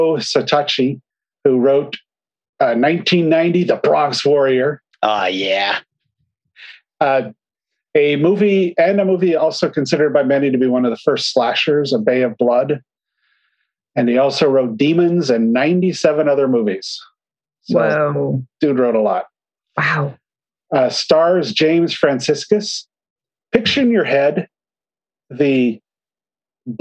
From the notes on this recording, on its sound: you get another Zoom episode!